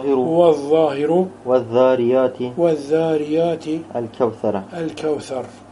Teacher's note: طرف اللسان مع أطراف الثنايا العليا · Term: الحروف اللثوية